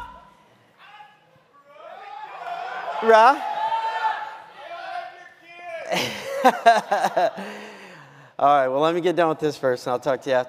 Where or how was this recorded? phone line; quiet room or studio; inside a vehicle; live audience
live audience